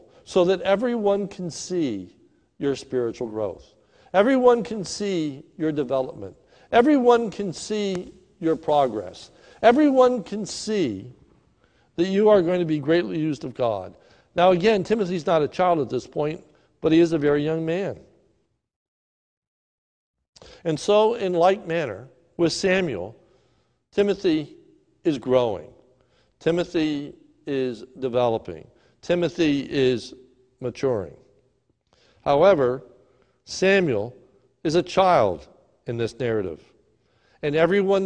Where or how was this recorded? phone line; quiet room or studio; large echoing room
large echoing room